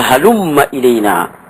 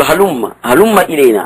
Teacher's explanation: فإنهم يلتزمون إدغام الميم فيقولون هلم إلينا